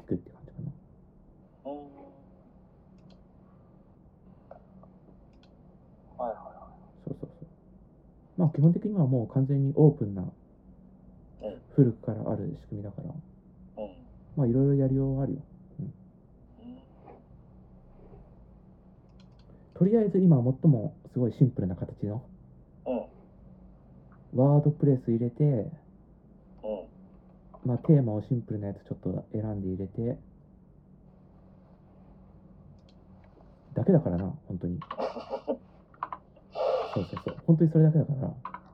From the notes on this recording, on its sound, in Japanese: スピーカー直録音のためボロボロ音質。